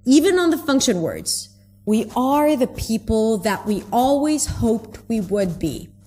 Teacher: There is weight on every single word here, so there are less reductions. Because every word is important.